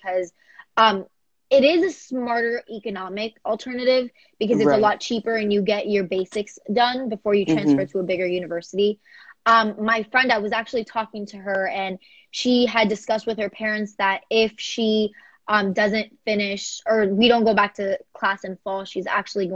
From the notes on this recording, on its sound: We had our first teenager talk show this week on Instagram Live!